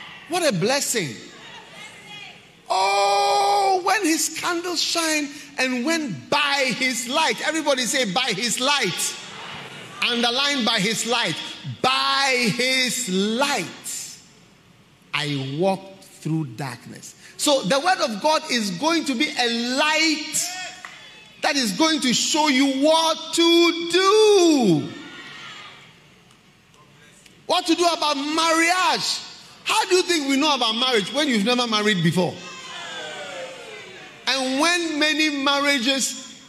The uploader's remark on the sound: Preached at the Qodesh